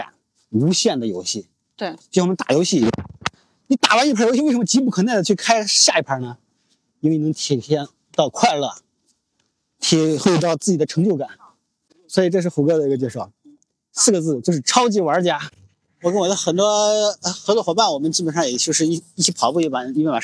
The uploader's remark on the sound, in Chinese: 这期的声音是在清晨的北京公园录制的